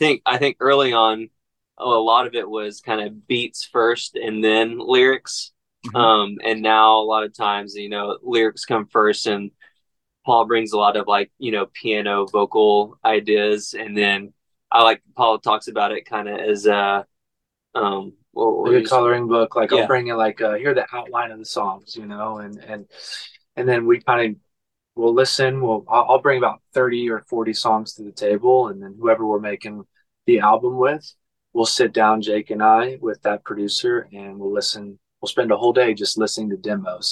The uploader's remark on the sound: via ZOOM